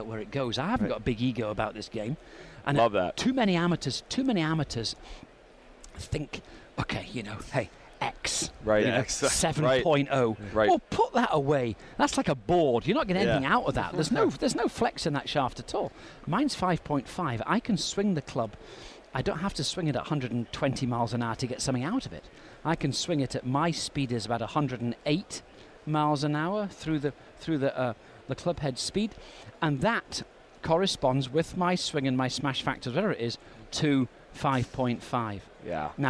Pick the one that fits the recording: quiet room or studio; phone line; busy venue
busy venue